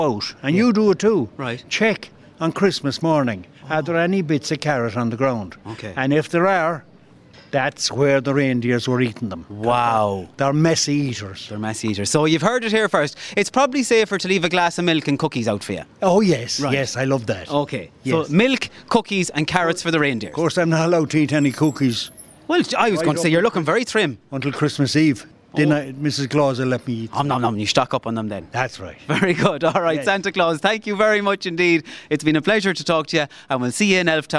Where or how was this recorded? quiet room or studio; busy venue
busy venue